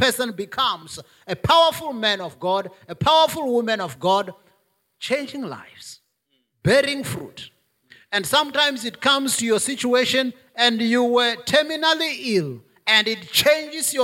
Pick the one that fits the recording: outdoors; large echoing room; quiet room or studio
large echoing room